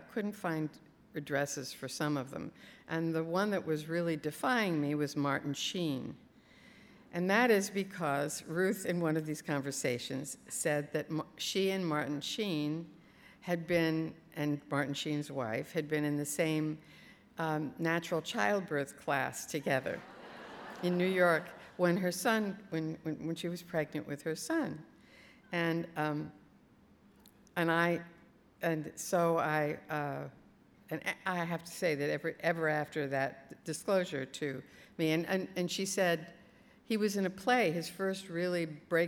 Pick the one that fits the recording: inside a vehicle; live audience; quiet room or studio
live audience